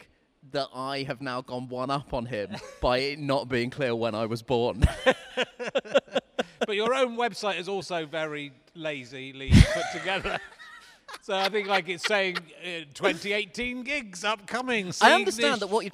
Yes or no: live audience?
yes